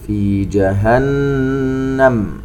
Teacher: النون المشددة تغن بمقدار حركتين